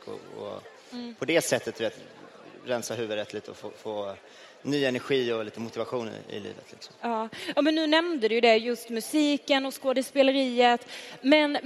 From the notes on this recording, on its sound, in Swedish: Livepodd från den 6 december 2023 i Avicii Arena.